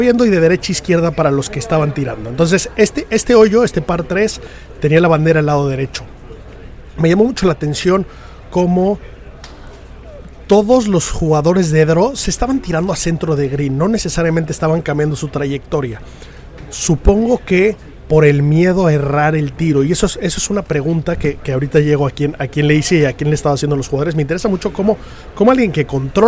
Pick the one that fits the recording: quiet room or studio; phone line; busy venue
busy venue